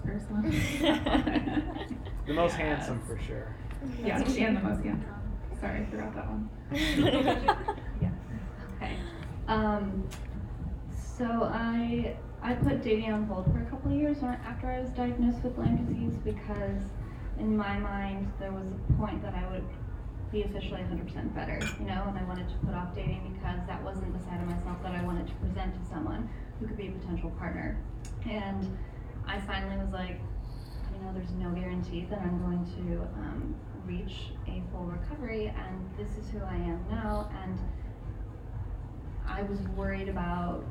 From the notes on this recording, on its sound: We are coming to you live from our in person podcast at Soho House, recorded in Chicago. I wanted to share a vast array of views on this panel.